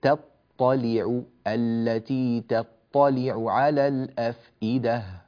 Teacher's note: نرقق التاء في تطلع ولا نقول تطلع طا، لا تاء، تطلع التي تطلع على الأفئدة.